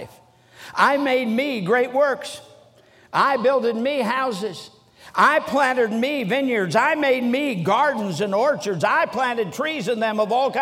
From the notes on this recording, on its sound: during the Sunday Morning service of the 47th Annual Stewardship and Missions Conference on October 15, 2023, at North Valley Baptist Church in Santa Clara, California